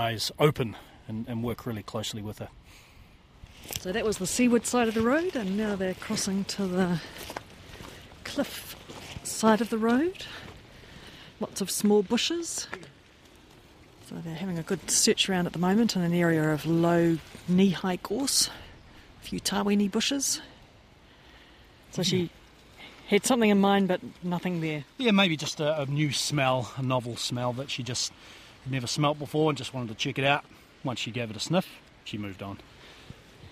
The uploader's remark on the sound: on a little penguin search in Wellington